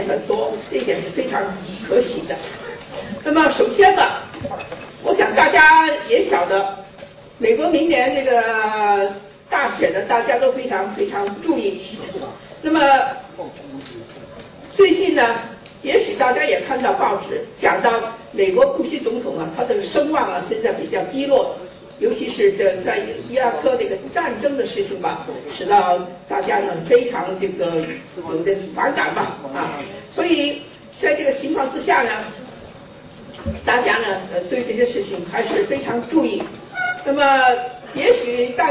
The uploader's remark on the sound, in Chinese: 走进上海格致中学大礼堂，精神矍铄。40多分钟的演讲，她始终站着，并且不拿讲稿。她讲话的声音洪亮，慧识的妙语几度将现场气氛推向高潮。